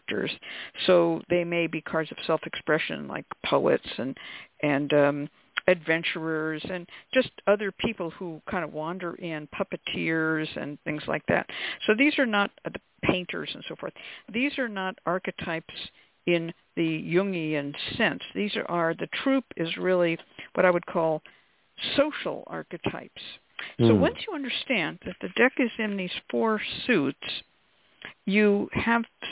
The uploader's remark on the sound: a real, live call-in show